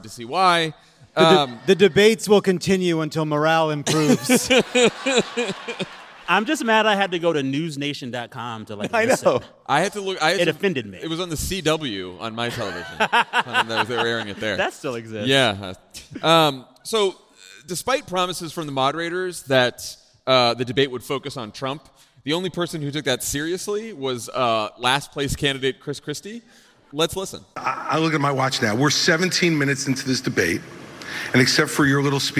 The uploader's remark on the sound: Live from San Diego!